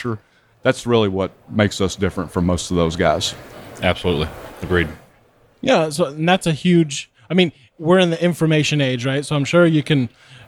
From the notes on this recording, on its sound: at the 2019 work boatshow in New Orleans, Louisiana